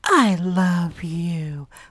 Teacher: Like that Marilyn Monroe breathy baby voice